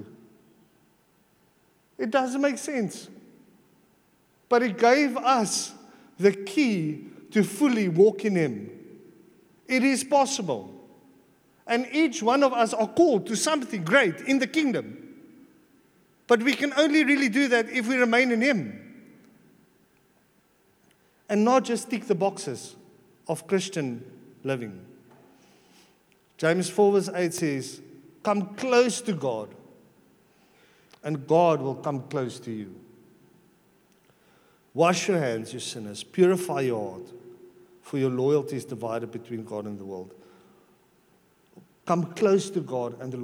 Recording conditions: large echoing room